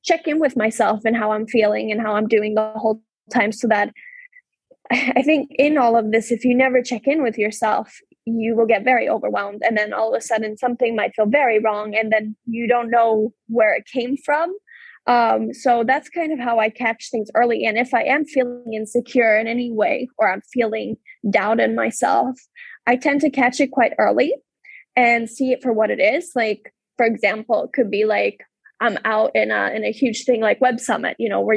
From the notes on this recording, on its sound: This episode was recorded through a Zoom-call on January 19, 2022.